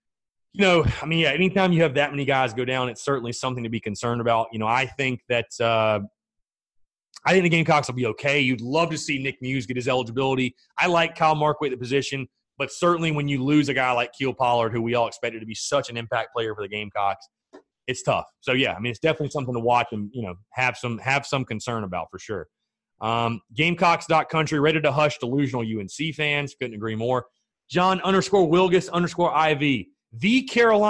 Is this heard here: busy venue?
no